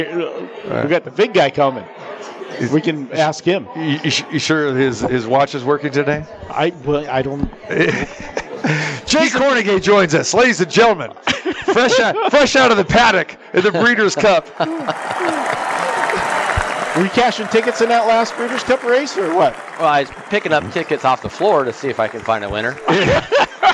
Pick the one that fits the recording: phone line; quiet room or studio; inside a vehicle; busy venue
busy venue